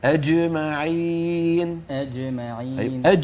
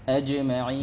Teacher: الجيم يا ابني من وسط اللسان من هنا ليست من طرف اللسان · Term: الجيم الفصيحة